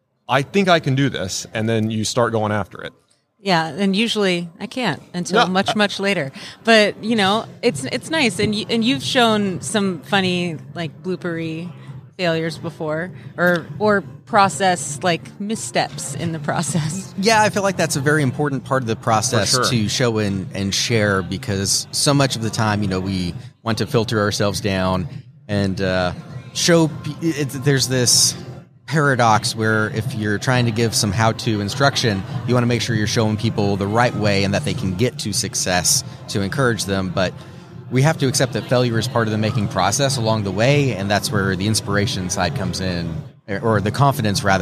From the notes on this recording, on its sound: LIVE from WORKBENCHcon 2022. On this live episode of Organization Conversation, broadcast from WORKBENCHcon 2022.